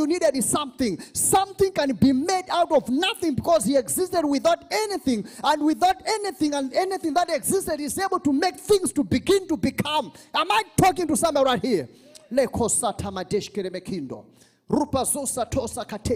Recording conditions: live audience